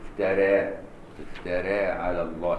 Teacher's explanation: افترى عند ورش هتبقى رقيق، افترى افترى على الله بالإمالة كده.